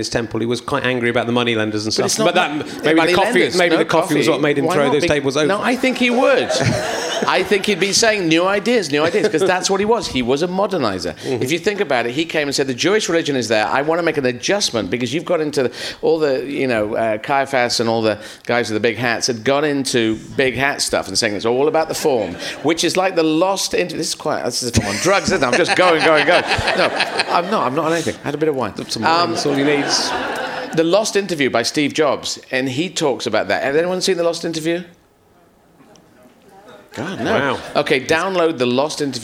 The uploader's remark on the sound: Leicester Square Theatre Podcast